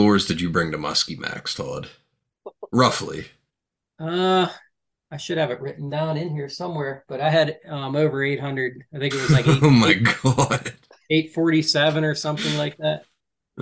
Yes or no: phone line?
no